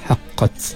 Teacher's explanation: apabila tak mati kita bunyi sedikit percikan angin udara · Term: hamas